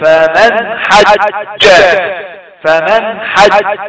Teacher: قلقل الجيم عند الوقف عليه · Term: قلقلة